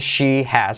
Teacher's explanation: Salto la H de has